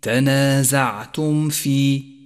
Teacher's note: ثامنا، لاحظ الإظهار الشفوي في قوله تعالى فإن تنازعتم في، تنازعتم في، جاءت الميم الساكنة وجاءت بعدها الفاء وهي حرف من حروف الإظهار، والواجب هنا أن تظهر الميم مع ما بعدها بشكل واضح تماما من غير غنة أو تشديد، وتكون الميم أشد إظهارا إذا جاء بعدها فاء لأن الفاء قريبة من مخرج الميم.